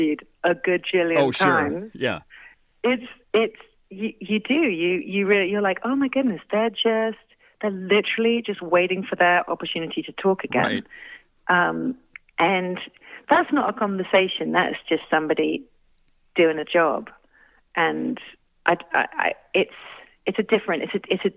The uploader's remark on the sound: called in for a chat